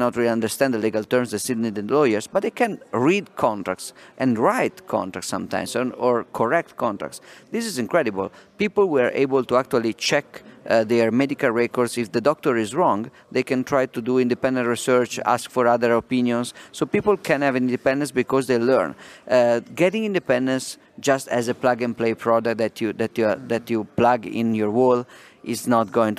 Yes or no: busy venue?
yes